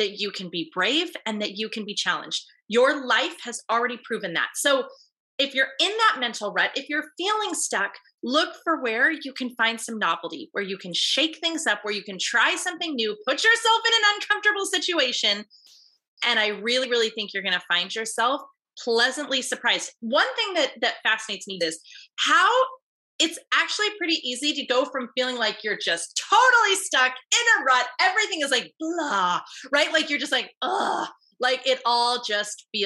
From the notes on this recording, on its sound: Today you get to jump into a part of live group coaching call from inside my paid group coaching membership.